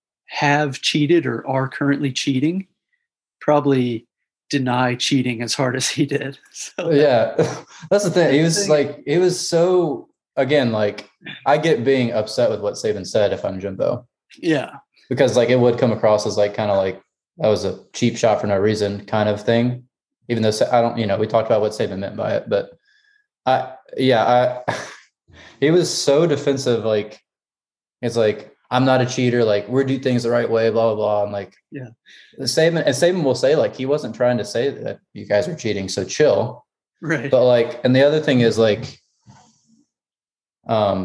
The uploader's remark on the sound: We have taken our talents to Zoom just with everything going on.